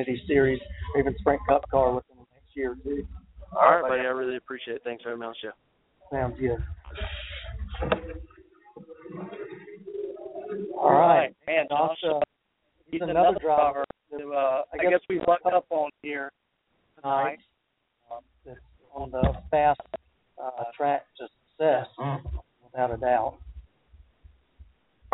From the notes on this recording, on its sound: Live from the Charlotte Motor Speedway with the Bojangles Summer Shootout.